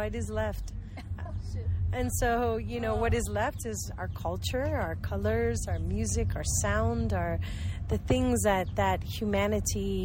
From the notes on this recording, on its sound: Live from a Guatemalan chicken bus